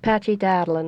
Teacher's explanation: And that's the rolling of the R's and the slightly guttural sound. · Term: Doric accent